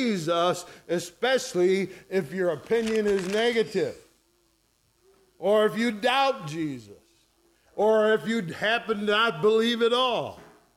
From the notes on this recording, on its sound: ESCBC Easter Morning Second Service recorded on 04/09/2023